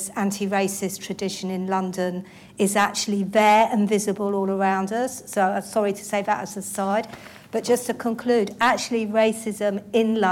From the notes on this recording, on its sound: Recorded at Foyles, Charing Cross Rd, 23rd March 2016 at the second in the Our London event series in collaboration with Compass and co-hosted by Novara Media.